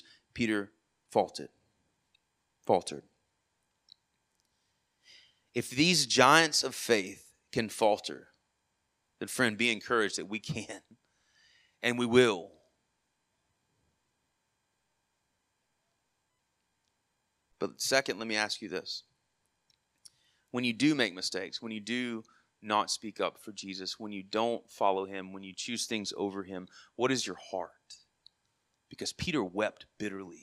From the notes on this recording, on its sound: Sermon Audio from our worship service